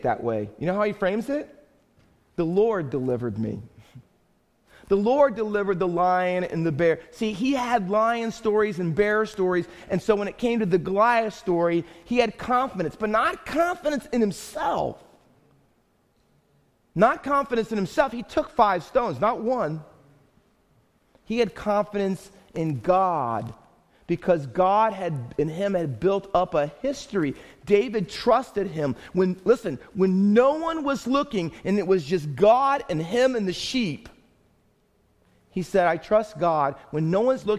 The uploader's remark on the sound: Faith Baptist Church in Hamilton, NJ.